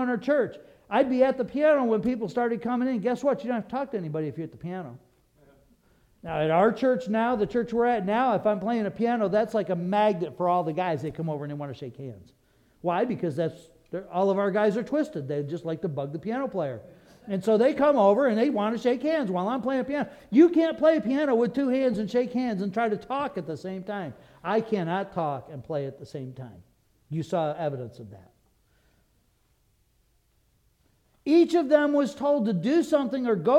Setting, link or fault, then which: setting, large echoing room